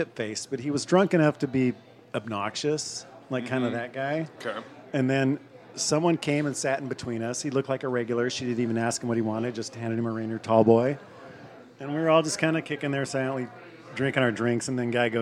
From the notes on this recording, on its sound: Little Red Hen in Greenlake. A bar known for line dancing and it's open mic nights. Recorded live at Sylvia's Little Red Hen on 8/18/2022.